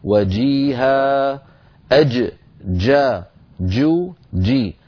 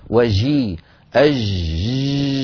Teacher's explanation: هذه الجيم الممدودة الصوت لا تصح وليست فصيحة هي جيم عامية · Shown in: second take